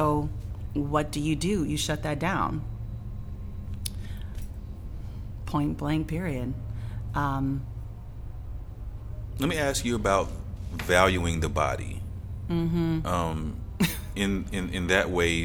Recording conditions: busy venue